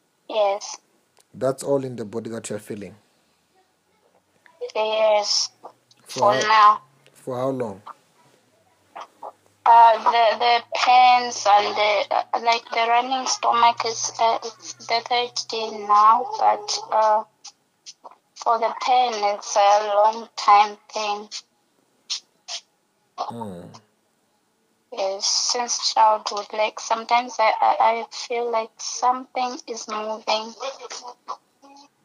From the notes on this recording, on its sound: Healing over the phone.